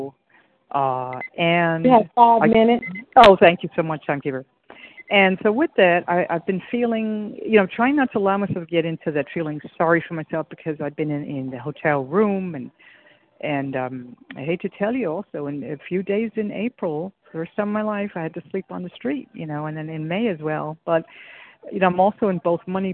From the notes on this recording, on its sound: from the 100 Pounders Phone Meeting, 7/7/23